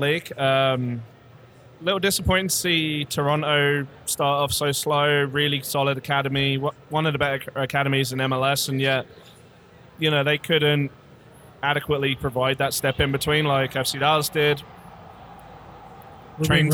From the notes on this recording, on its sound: The guys took over the mezzanine at 3 Nations Brewery in Carrollton, Tx for their live season review show. They were joined by a parade of friends.